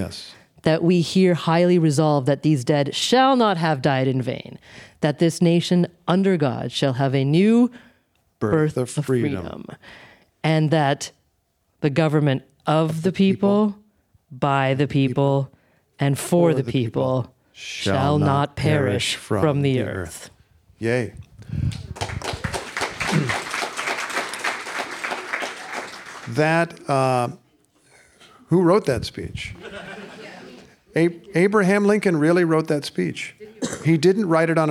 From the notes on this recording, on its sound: Recorded before a live audience at WBUR’s CitySpace.